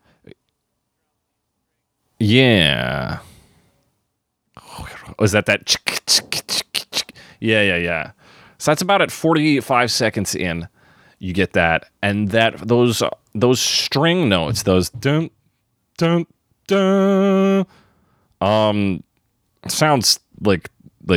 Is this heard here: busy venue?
no